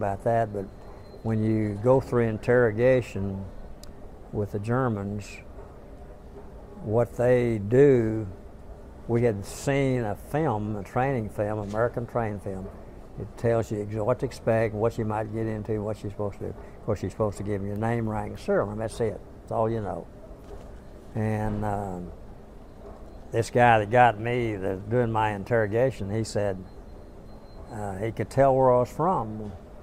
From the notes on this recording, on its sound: recorded by students from Norwich University College of the Arts at the 61st convention of the 2nd Air Division Assn, Dallas, Texas in October 2008.